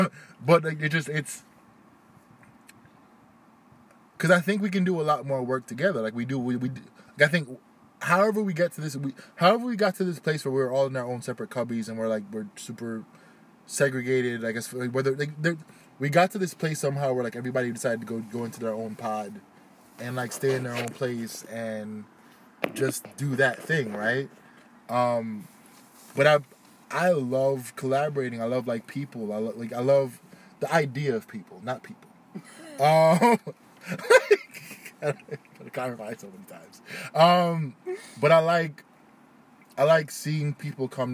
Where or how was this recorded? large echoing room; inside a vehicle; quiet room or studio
inside a vehicle